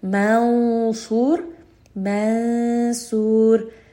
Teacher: The noon sound is not very clear, but the noon sound is also not merged completely like it is with idgham. It is something in between. · Term: ikhfa